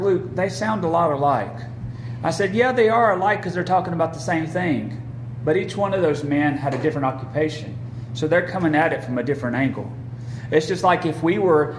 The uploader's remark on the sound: Recorded at Friendship Baptist Church on September 14, 2022.